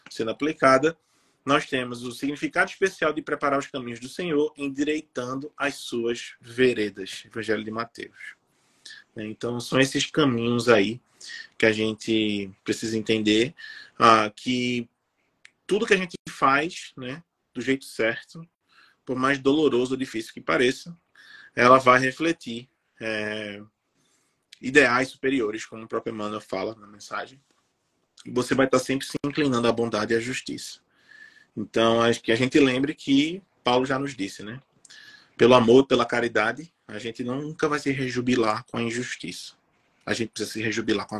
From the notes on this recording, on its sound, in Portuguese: Live realizada através do Instagram